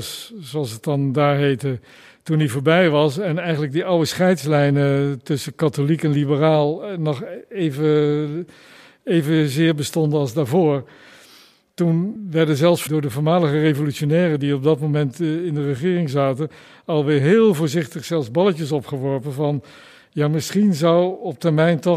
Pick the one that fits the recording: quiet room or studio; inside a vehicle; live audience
live audience